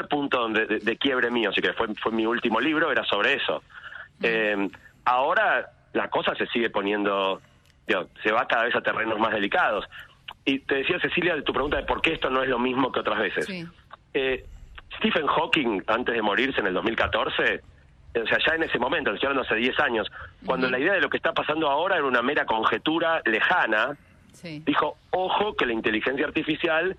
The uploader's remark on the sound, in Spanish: Pido disculpas por un audio de una calidad inferior a la habitual porque la entrevista es por teléfono y porque (¡de tanto hablar!) estoy un poco disfónico.